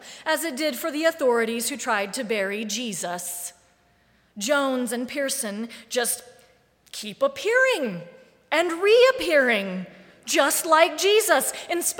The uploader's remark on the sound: Live Streamed from the sanctuary of Mayflower Congregational UCC Church in Oklahaoma City.